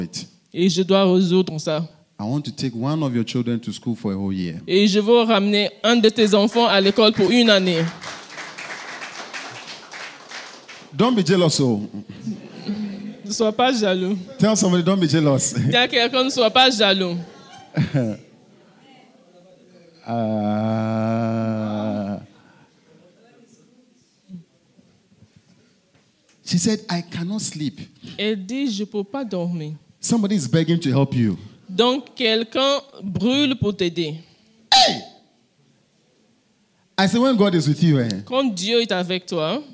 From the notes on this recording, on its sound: Preached during Joyful Hour Sunday Service at FCI Ministries, Rabat, Morocco.